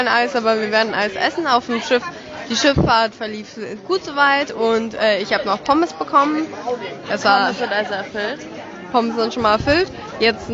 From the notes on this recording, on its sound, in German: Die letzte Etappe ist auf dem Weg zum Restaurant vor dem Abendbrot. Die Tonqualität ist leider entsprechend der nicht so ruhigen Umgebung nicht so top.